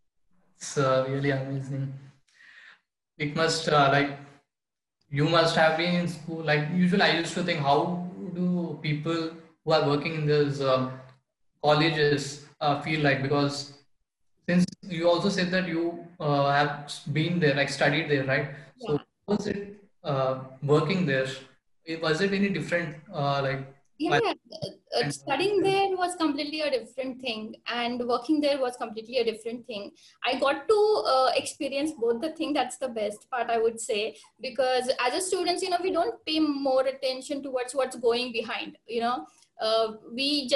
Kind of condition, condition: link, video call